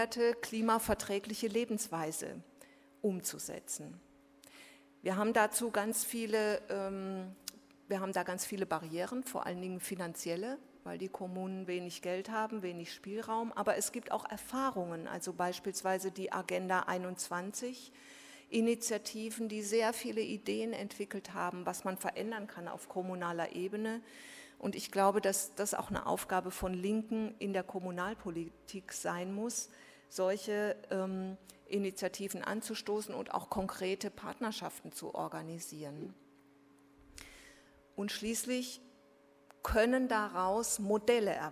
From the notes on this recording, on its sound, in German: Drittes Panel der Konferenz «Auf der Flucht vor humanitären Krisen». Berlin.